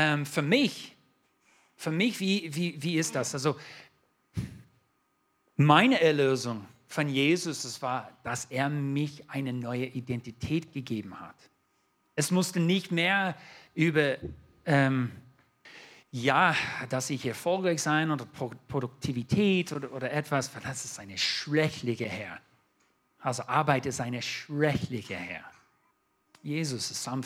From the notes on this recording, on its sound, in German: 2022 in der Gemeinde Kaleo Schopfheim aufgenommen.